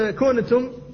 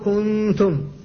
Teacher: فالنون في الواقع ما خرجت من مخرجها وإنما خرجت الغنة فقط · Shown in: second take · فهذا الإخفاء. · Term: النون المخفاة